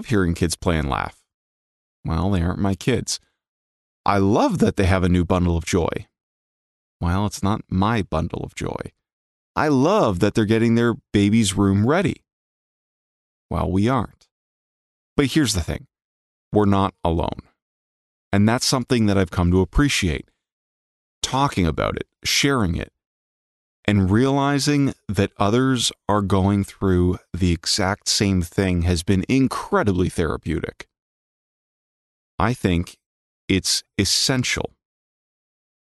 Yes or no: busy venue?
no